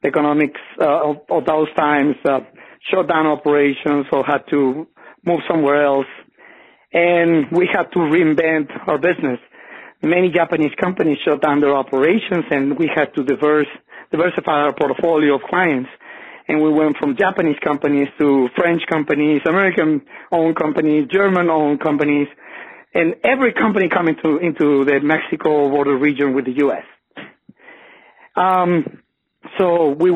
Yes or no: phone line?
yes